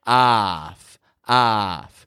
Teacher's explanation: Those Fs are just kind of fading. They're weak on the ending. We don't give a lot of power to the consonant sounds in English. · Term: short O